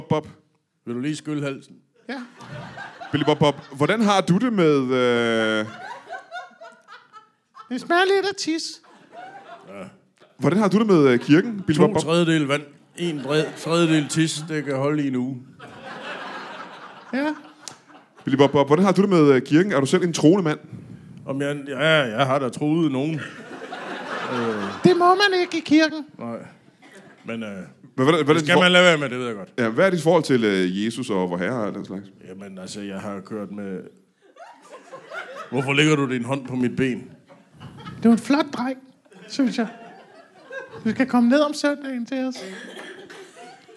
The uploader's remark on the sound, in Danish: LIVE fra Fredericia.